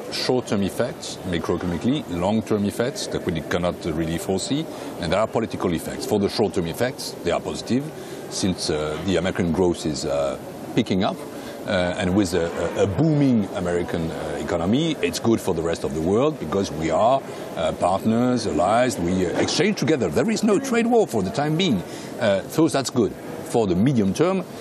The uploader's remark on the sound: All interviews were broadcast on site at the IMF & World Bank Group Meetings in Washington, D.C.